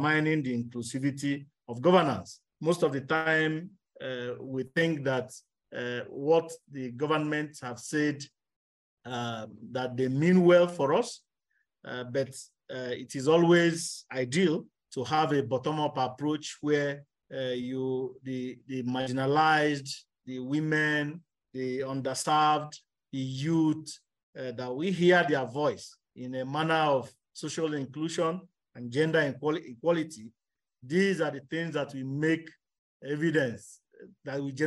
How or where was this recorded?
video call